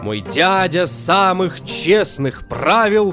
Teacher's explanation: Ямп тоже двухсложный размер, но в нем наоборот. Сначала идет безударный слог, а потом ударный, то есть как харей, только наоборот.